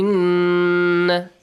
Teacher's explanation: Inna, a nasal sound. I'll also prolong it for two counts. · Term: nun mushaddad